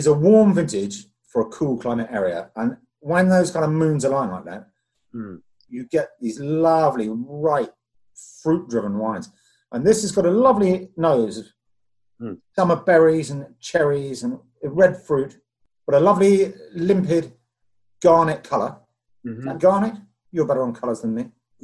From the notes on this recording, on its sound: zoom their way through their first socially distanced wine tasting